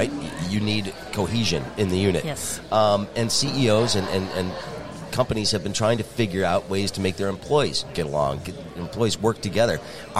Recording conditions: busy venue